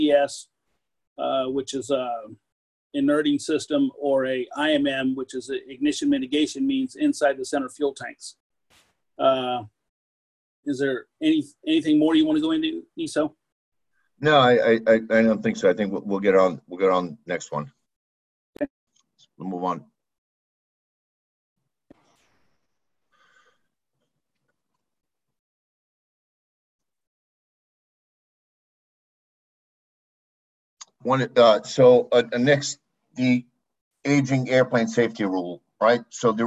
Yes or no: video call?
yes